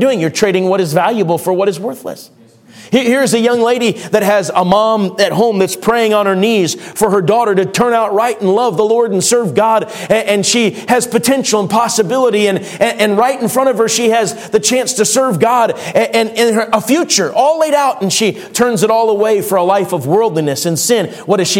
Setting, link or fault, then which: setting, large echoing room